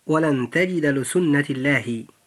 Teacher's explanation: فنجد أيضا أن كلمة سنة تنتهي بالتاء المربوطة المكسورة، وبعدها نطقنا لفظ الجلالة وأوله اللام عند النطق، فيجب ترقيق اللام في لفظ الجلالة عند نطقنا لهذه الآية، فنقول: ولن تجد لسنة الله.